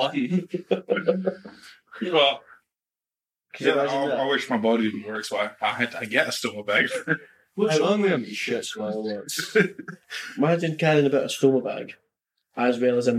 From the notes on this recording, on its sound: This episode has audio damage.